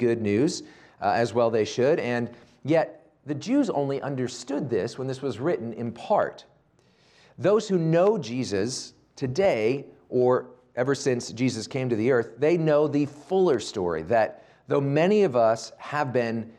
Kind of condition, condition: setting, large echoing room